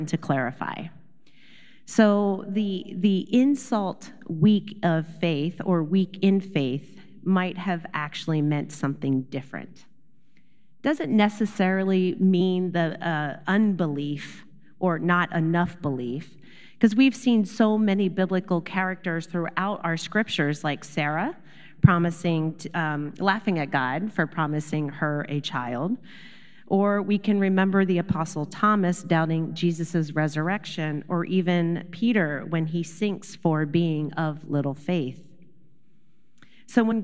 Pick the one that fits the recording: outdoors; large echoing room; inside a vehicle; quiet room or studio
large echoing room